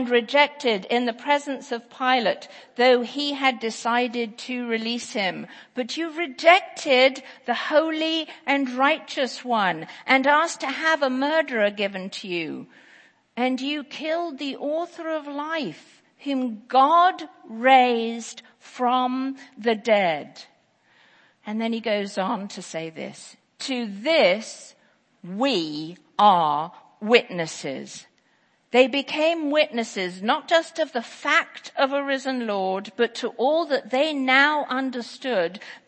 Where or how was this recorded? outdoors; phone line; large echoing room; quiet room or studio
large echoing room